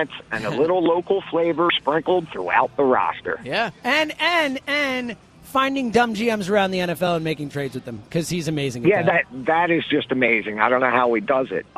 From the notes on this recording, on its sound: live at Parx Casino